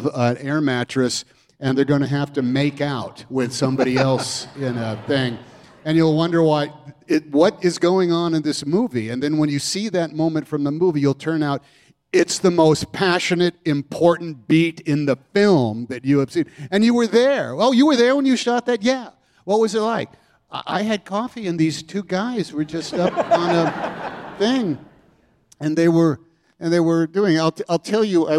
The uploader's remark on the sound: onstage at Symphony Space as part of The New Yorker Live